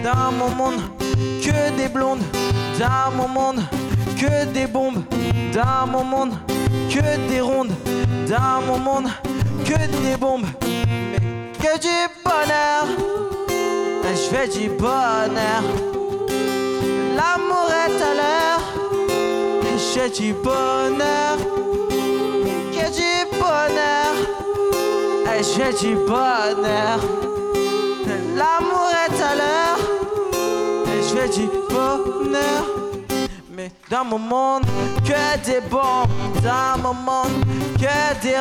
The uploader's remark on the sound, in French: Enregistrement en Live du nouveau concert. Depuis le théâtre Gérard Philippe de Villejuif.